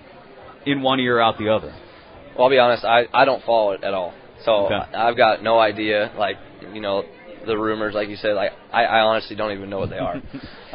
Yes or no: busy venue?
yes